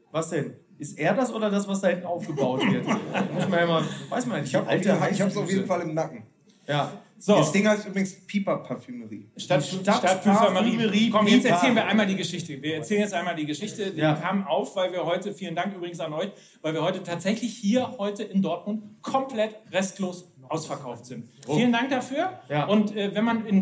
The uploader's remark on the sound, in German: FUSSBALL MML Live in Dortmund. Dieses Mal sind wir live in Dortmund und sitzen 90 Minuten auf einer Besetzungscouch, die mit jenem Leder bespannt wurde, von dem wir so gerne ziehen.